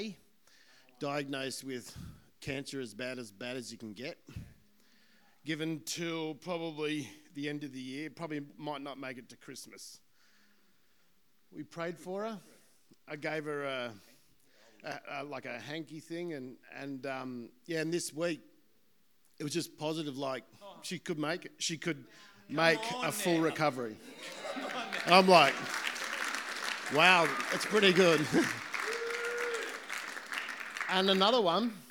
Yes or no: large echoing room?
yes